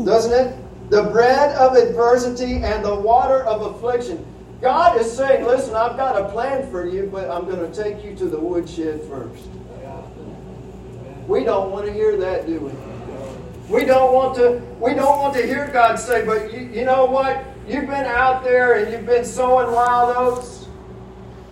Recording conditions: poor sound quality